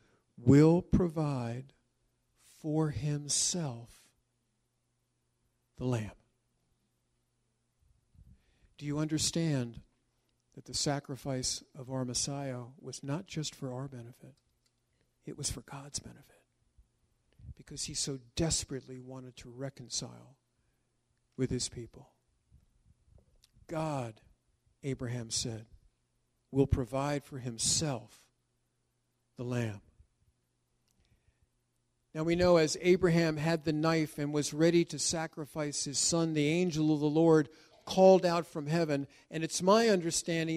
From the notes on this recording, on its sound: This was recorded during a “shortened” service that occurred before the yearly Congregational Seder.